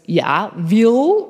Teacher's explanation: Meine Mutter spricht also dieses L hinten bei Will wie Retroflex, nennt man das. Das heißt, sie klappt die Zunge nach hinten und dann kommt halt dieses Ja, Will, so geht meine Mutter ans Telefon und denkt, es ist Hochdeutsch.